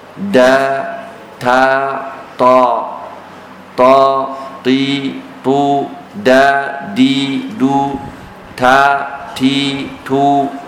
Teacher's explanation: طرف اللسان مع أصول الثنايا العليا · Term: الطاء والدال والتاء